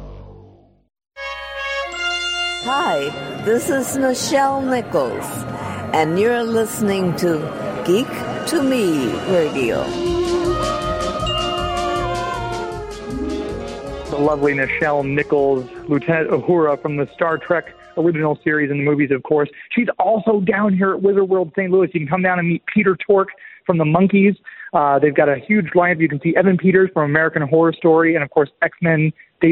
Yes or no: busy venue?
yes